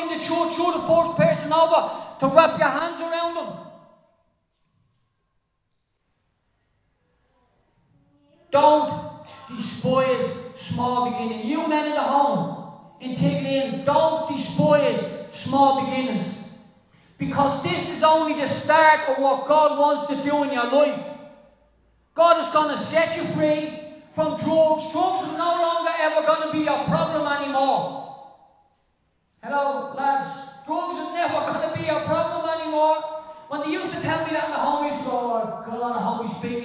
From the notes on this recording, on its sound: Recorded live in Liberty Church on 28 May 2023